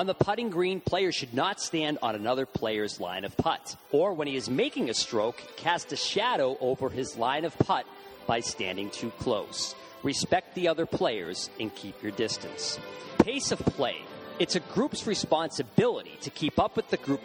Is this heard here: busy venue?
yes